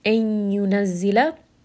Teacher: It is yanmu, so it is going to be idgham with ghunna. You are merging that noon with the ya and then bringing it up into the nose.